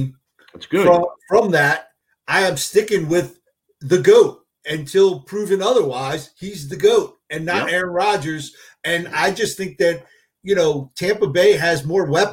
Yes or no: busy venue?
no